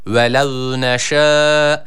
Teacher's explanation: Vav'da dudaklar ileriye gidiyor. وَلَوْ نَشَاءُ Yani Türkçedeki V harfi gibi değil.